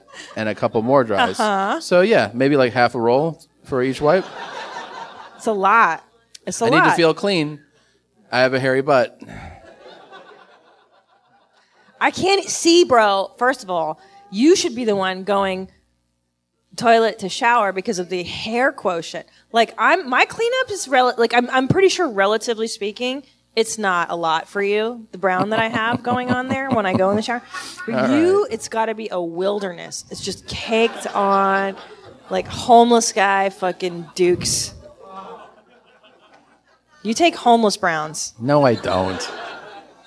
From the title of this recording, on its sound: Live From Cobb's